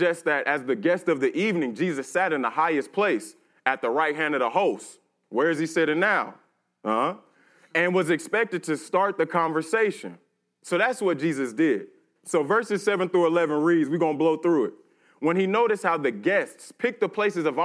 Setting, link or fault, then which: setting, live audience